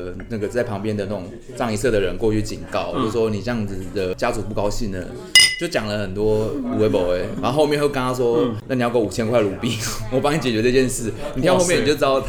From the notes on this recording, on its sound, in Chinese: 錄音地點： 印度咖哩吧 - Curry Lounge